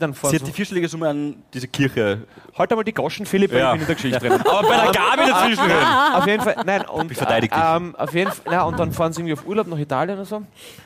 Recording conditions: live audience